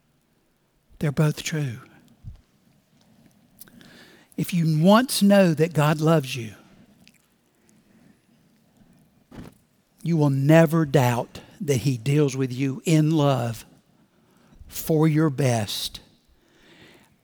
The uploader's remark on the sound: Recorded Live at Brookwood Church on 11.19.2023